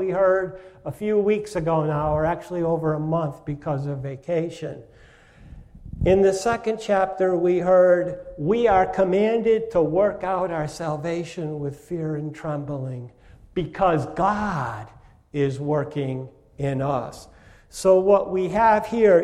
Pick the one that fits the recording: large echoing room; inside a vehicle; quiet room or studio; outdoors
large echoing room